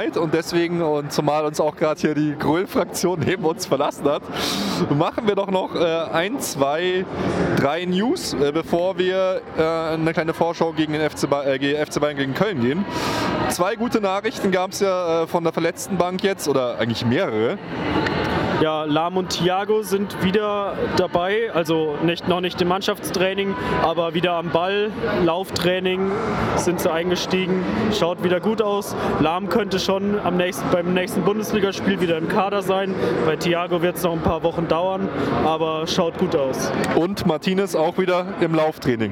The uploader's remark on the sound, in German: Dieses Mal melden sich wir uns live für Euch aus dem Stadion und von der 115 Jahre FC Bayern Party im Backstage.